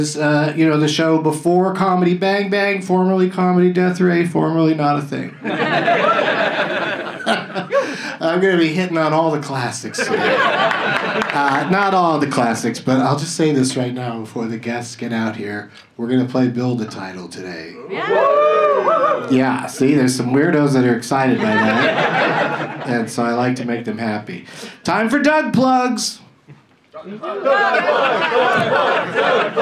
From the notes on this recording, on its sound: Live from the Dynasty Typewriter